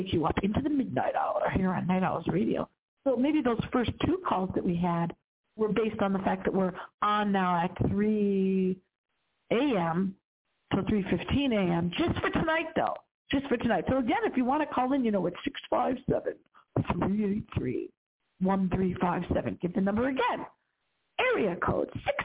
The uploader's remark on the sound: we hardly ever get any phone calls into the show, but something tells me tonight's going to be different